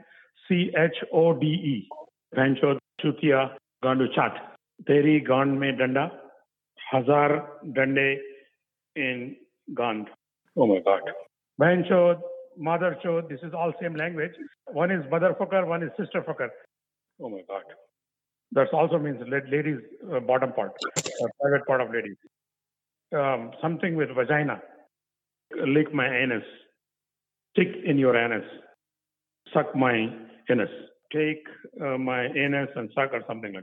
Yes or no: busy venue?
no